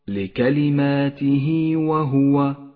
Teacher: المثال التالي مد الصلة الصغرى عند قوله تعالى لكلماته وهو، لكلماته وهو، هاء الضمير قبلها متحرك وبعدها غير الهمزة، يمد حركتان